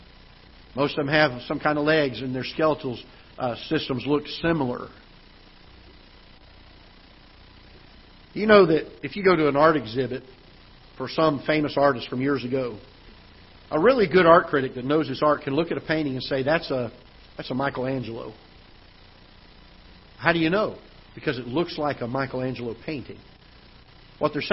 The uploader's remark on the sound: Ketha Heights Baptist Church ~ Live Broadcast